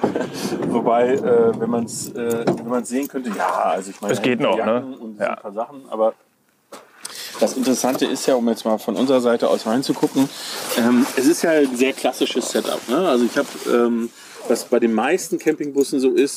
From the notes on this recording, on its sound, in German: Vogelgezwitscher und Kaninchen, die im Hintergrund über die Wiese hoppeln. An der Mosel sitzen, haben sie diese Folge des Campingpodcasts „Vans & Friends“ aufgenommen.